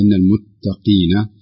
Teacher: المقصود لو لاحظنا القاف هنا نجدها قد يعني اختلفت، تختلف في النطق عند تغير حركتها، عندما تكسر القاف فإنها تفخم لكن تكون أقل مراتب التفخيم · Term: التفخيم النسبي